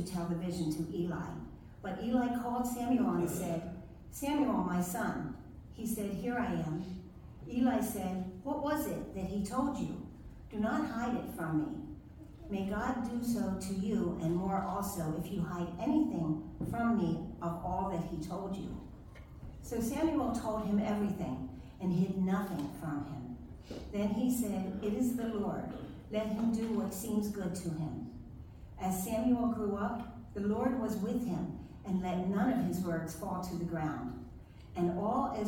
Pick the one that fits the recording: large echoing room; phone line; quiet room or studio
large echoing room